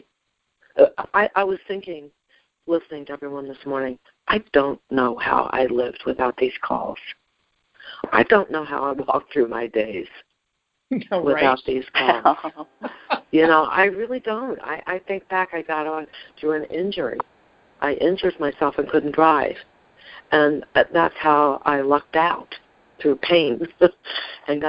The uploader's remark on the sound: ACIM Daily TEXT Conference Call.